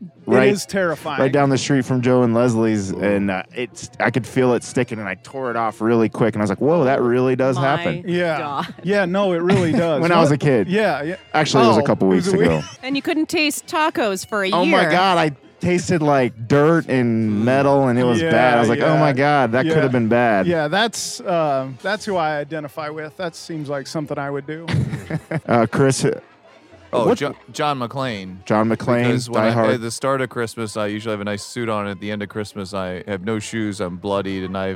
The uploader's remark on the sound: Recorded their first Holiday Cocktail Party Episode at TikiCat a Tiki bar in Westport that sadly no longer exists!